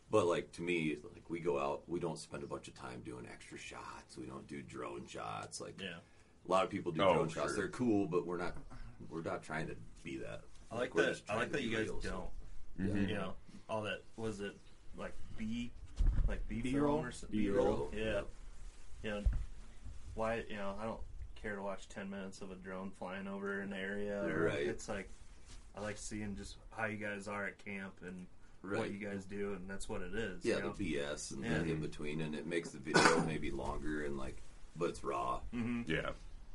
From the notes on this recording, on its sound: Hunt Camp Episode. This is not studio quality audio, because we weren't in a studio this week.